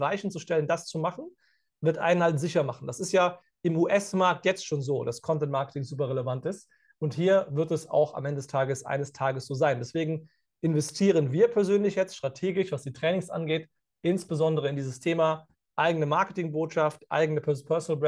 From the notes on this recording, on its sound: Live-Call Leak. Bei unserem Neujahrs Live-Call.